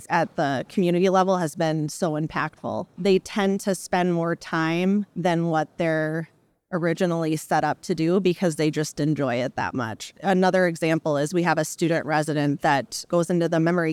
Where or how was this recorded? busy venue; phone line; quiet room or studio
busy venue